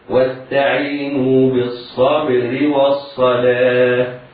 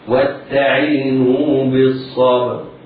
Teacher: فراء بالصبر راء مرققة وصلا لأنها مكسورة، مفخمة وقفا لأنها سكنت بعد فتح مفصول بساكن صحيح. والصلاة نعتني بترقيق واو والصلاة، ولا تفخم لأنها جاورت حرفا مفخما هو الصاد.